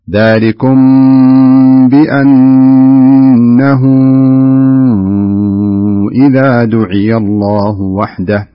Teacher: الثانية أو الحكم الثاني الذي أردت أن أنبه عليه ذلكم بأنه إذا دعي، لاحظ الها رسم بعدها واو صغيرة وعليها حركة المد بمعنى أنها تمد مدا منفصلا، وهذا ما يسمى بالصلة الكبرى، وسمي بالصلة الكبرى لأن الهاء هنا مدة مدا طبيعيا ثم رأينا الهمزة التي بعدها فأصبح المد مدا يأخذ حكم المد المنفصل أربع حركات